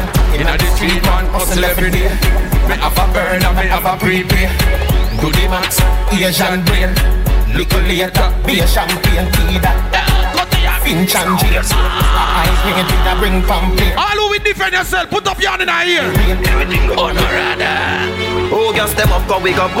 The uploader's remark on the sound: Truckstop Saturdays 1/20/24 (LIVE AUDIO)